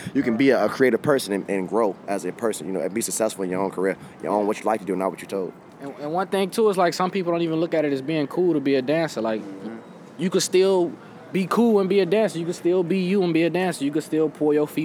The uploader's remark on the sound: Recorded at SXSW 2016